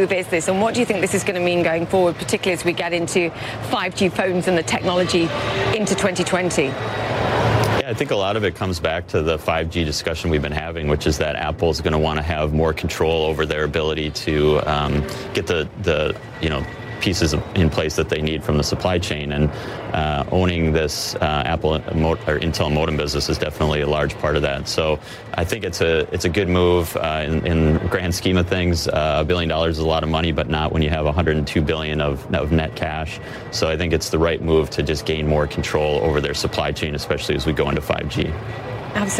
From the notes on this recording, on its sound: live from the New York Stock Exchange